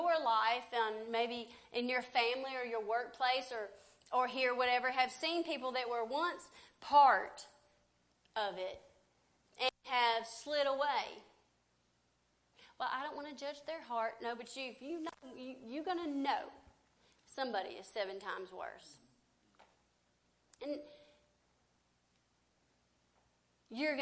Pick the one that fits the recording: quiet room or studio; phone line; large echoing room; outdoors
large echoing room